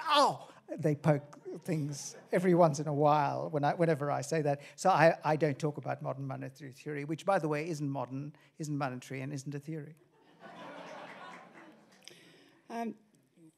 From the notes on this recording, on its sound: Cole Lecture at the Wheeler Centre